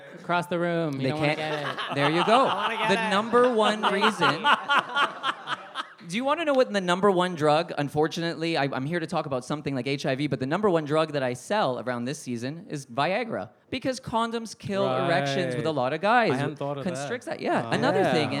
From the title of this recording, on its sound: Beside The Point LIVE